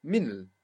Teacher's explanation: a small I disappearing, the small I of il